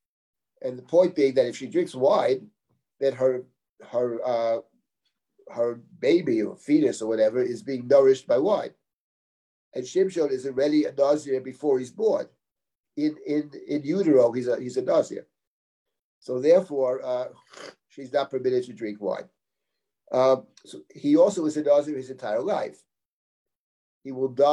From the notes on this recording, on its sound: This audio was originally captured from Zoom